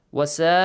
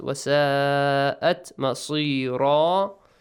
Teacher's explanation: وَسَاءَتْ مَصِيرًا Tanween fatha changes to alif mad. · Shown in: second take